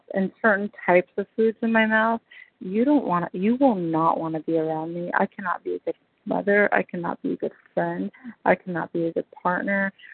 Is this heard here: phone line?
yes